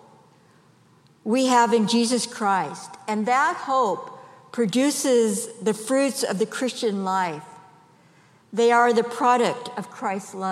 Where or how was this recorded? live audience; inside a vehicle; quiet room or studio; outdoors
live audience